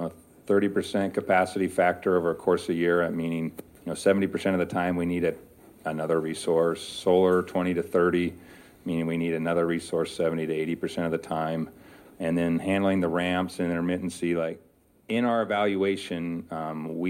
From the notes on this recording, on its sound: We are taking you to Sun Valley Idaho where we’ll sit in on a panel discussion featuring the voices of both local and global innovators.